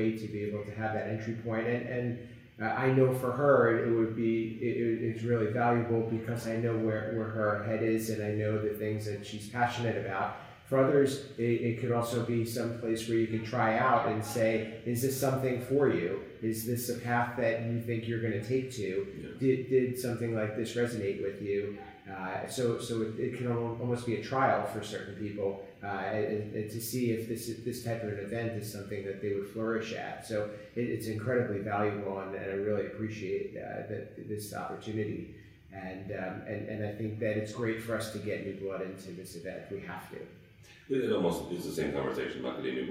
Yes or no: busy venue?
yes